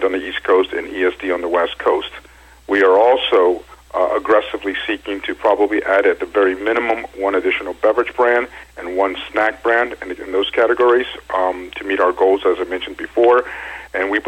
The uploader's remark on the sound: called in to SmallCapVoice.